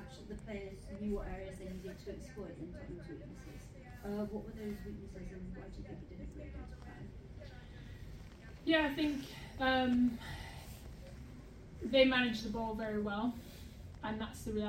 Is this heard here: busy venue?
yes